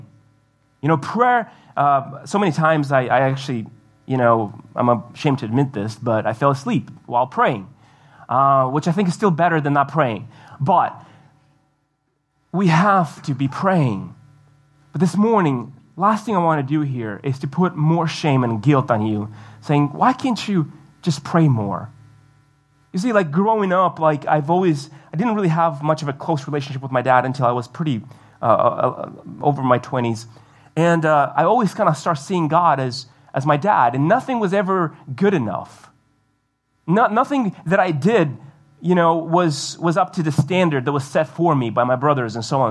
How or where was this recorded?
large echoing room